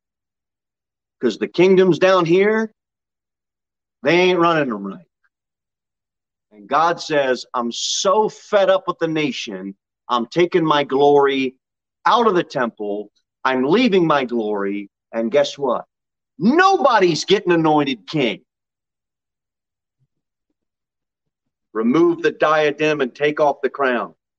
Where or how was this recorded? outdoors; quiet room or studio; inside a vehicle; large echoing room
large echoing room